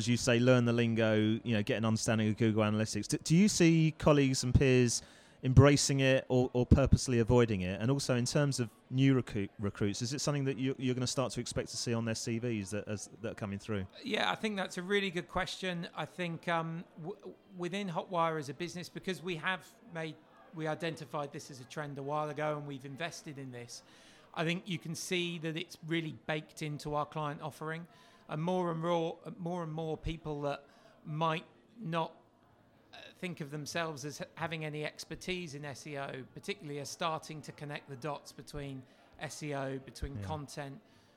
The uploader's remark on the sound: Recorded at the launch of the new book FuturePRroof: Edition Two